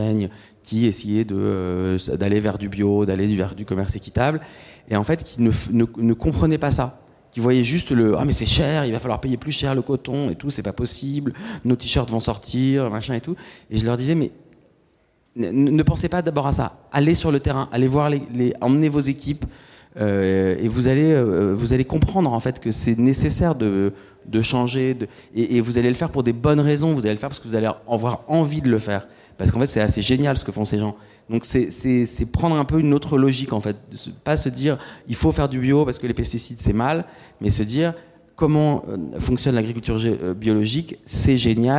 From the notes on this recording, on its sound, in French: Était en captation live lors d'une conférence organisée par VEJA, sur le coton. On vous propose d’assister à la conférence organisée par VEJA à Bordeaux sur le coton.